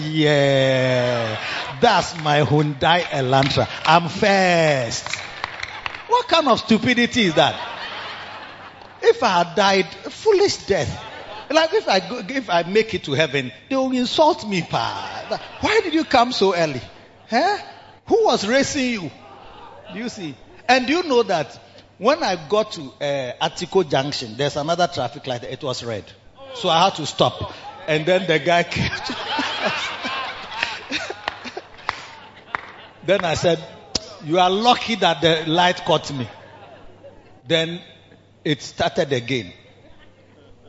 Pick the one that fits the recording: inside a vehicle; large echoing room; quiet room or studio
large echoing room